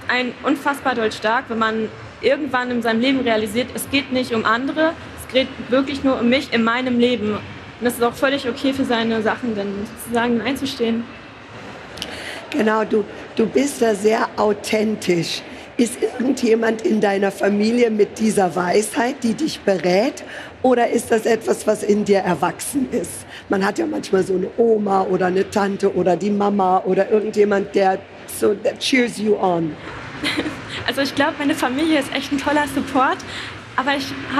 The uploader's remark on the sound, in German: LIVE-PODCAST von der GLOW. Live on Stage mit Publikum. Live von der GLOW Beautymesse in Essen.